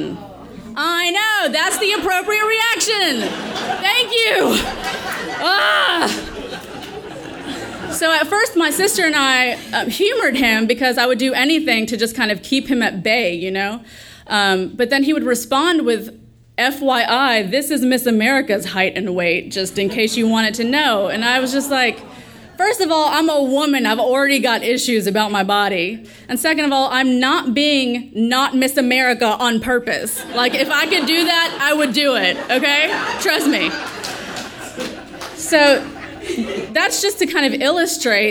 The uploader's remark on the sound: our sold-out audience in the palm of her hand from the moment that she stepped onstage, eliciting roars of laughter and more than a few tears.